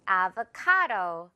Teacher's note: 이 카 부분에 강하게 줄 거고요